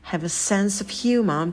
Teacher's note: В слове sense кончик языка у нас идет наверх, звук получается такой округлый, немного шепелявый. И humor звук х очень легкий, воздушный.